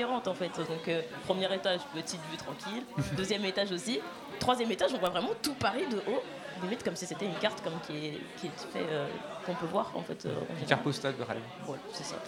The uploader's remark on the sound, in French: Pour cet épisode spécial fête, nous étions en direct ! Accompagné de nombreux membres de Radio Campus Paris, tout s’est déroulé en direct depuis le bar “Le Barbier de Bastille”.